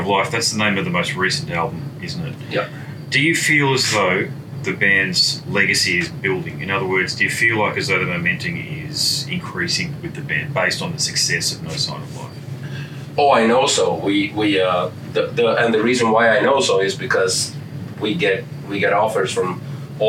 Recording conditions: busy venue